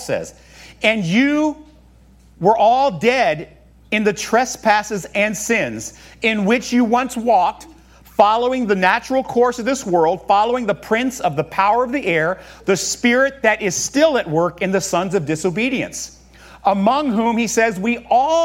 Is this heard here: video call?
no